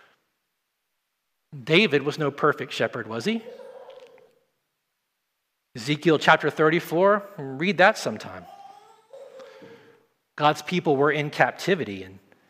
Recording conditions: large echoing room